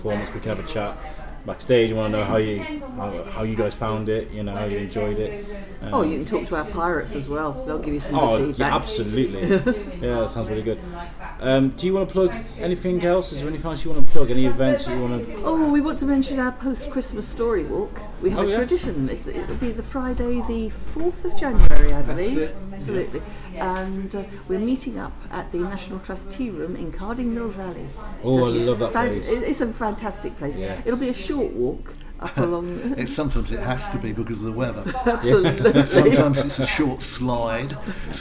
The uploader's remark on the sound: Thank you to the Shrewsbury Coffee House for letting us record downstairs in their great cafe, it made for a brilliant atmospheric show.